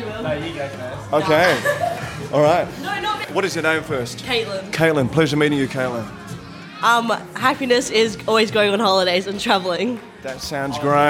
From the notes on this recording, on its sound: LIVE from Yelo (Trigg)